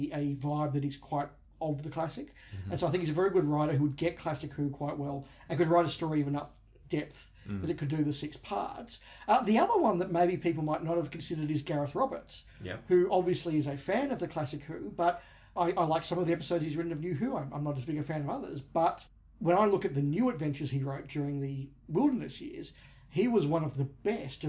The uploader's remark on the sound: the lo-fi, hotel room recording vibe is back